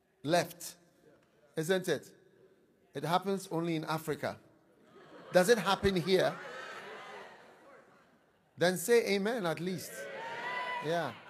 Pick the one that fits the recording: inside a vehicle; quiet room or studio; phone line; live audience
live audience